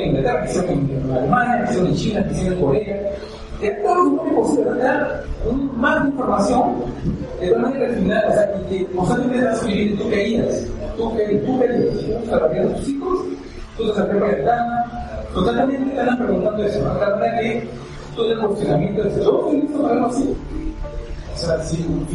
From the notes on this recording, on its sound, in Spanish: Hicieron en el Instituto Océano un evento alrededor de la literatura de terror y me invitaron a hablar por una hora. El audio no es ideal.